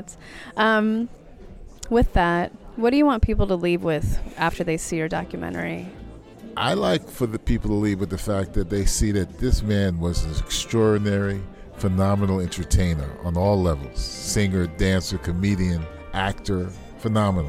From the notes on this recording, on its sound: at Closing Night of the 38th San Francisco Jewish Film Festival